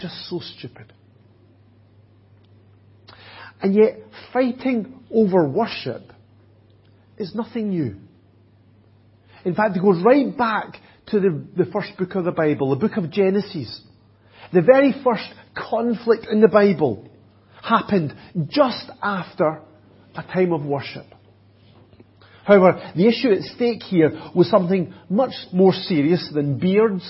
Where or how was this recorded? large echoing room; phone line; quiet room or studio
large echoing room